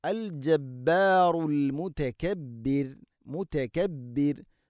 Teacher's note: വഖഫ് ചെയ്യുമ്പോൾ മുതകബ്ബിർ റാഇനെ തർഖീഖ് ചെയ്യണം, നേർപ്പിച്ചുകൊണ്ട് ഉച്ചരിക്കണം